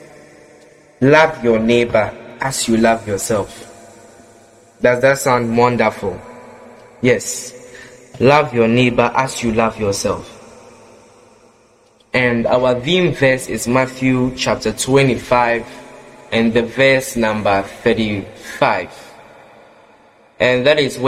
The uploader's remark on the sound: Preached at the Qodesh Family Church Leamington Family Service, LIVE from the Love Arena Church, Accra - Ghana